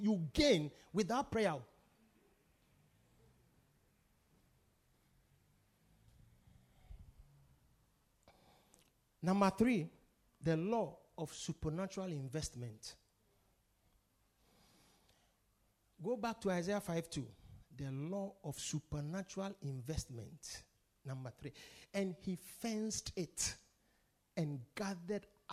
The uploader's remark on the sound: Preached at The Victory Secrets Service.